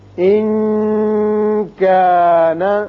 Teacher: کاف حروف اخفاء میں سے ہے لہذا نون ساکن ہے یہاں اخفاء ہوگا